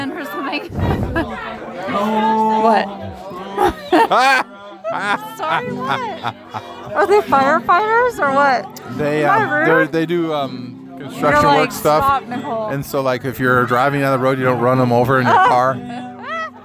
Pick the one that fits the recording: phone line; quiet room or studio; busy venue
busy venue